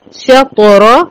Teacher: هرقق الشين وافخم الطه وقلقلها